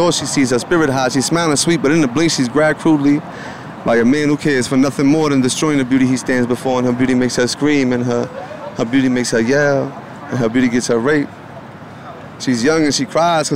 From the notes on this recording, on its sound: Recorded on the Las Vegas Strip at 1:00AM.